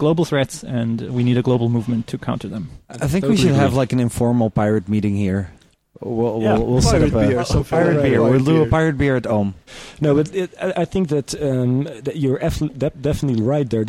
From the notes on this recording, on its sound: reporting Live from OHM2013 in the Netherlands.